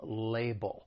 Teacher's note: the word has two syllables. The stress is on that first syllable, label. The other thing I'd like to point out is the second syllable, it ends with that dark L, which is that ull sound.